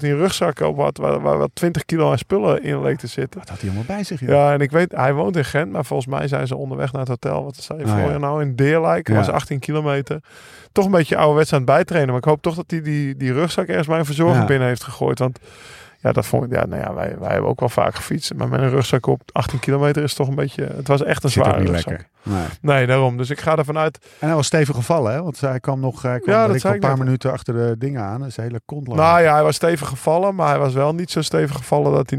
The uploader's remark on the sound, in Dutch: Reportage vanuit Nokere Koerse